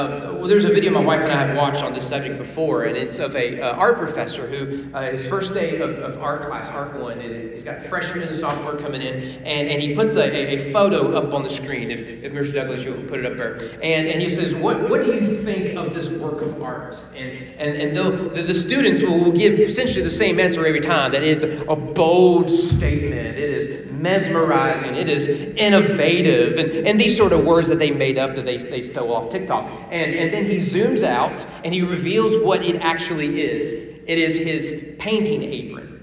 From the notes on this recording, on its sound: Sermon preached at The Frankfort Christian Academy on February 21, 2024 during chapel worship.